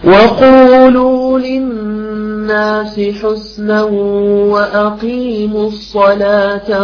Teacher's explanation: القف المكسورة يعني انحلها شوي أقل مرتبة التفخيم